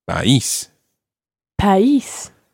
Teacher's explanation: And it's the accent on the I that makes it país.